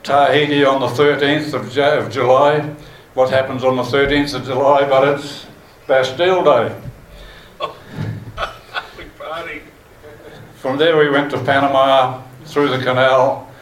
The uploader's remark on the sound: Recorded live during the Te Atatu RSA WONZ Forum Meet.